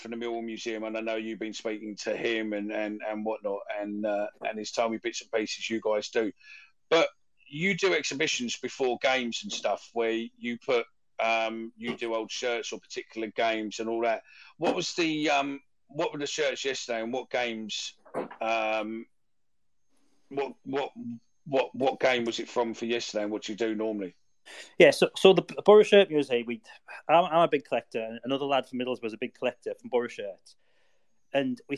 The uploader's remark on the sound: Recorded via X Space